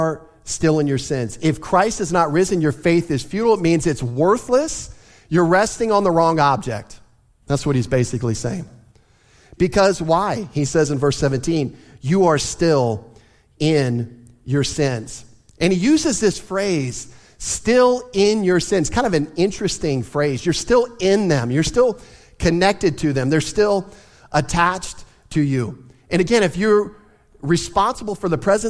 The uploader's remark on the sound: Easter Sunday Service